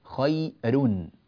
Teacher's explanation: وخير الراء ترقق وهي مضمومة لأن قبلها ياء ساكنة